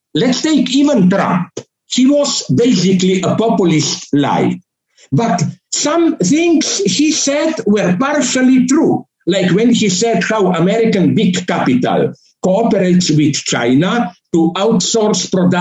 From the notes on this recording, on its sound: A talk delivered for the Kobani University in Syria via Zoom (due to covid-19 circumstances).